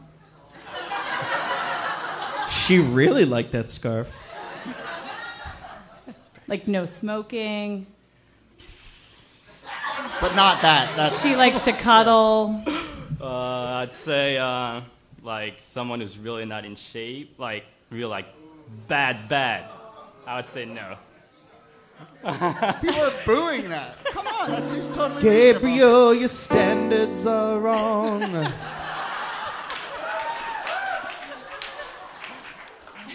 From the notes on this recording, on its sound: Ask Roulette is a conversation series in which strangers ask each other questions on stage. Our March show at Housing Works Bookstore in New York City. Some audience members.